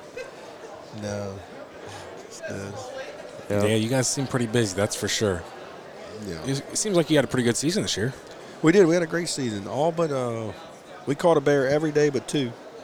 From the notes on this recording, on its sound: Once again I caught up with them at the Great American Outdoor Show to record this episode.